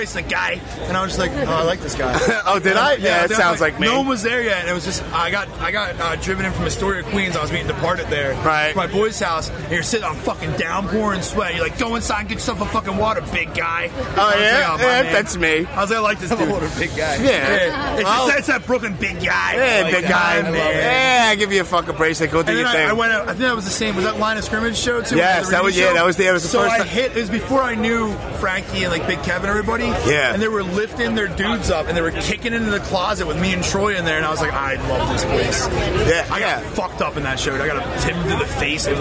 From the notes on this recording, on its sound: Recorded Live from This Is Hardcore 2018 at The Electric Factory in Philadelphia. Yes, it's hectic in the background and people make little cameo appearances... This is what happens when you have no map to follow when doing a Live podcast from a hardcore festival with thousands of people.